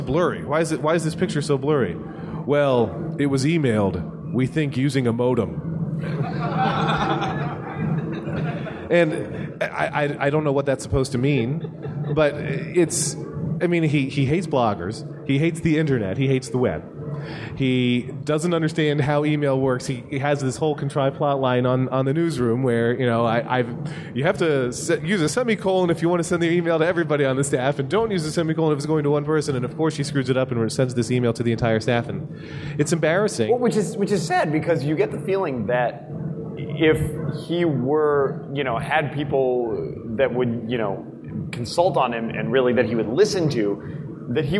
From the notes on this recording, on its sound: We convened on the Macworld Live stage at Macworld/iWorld 2013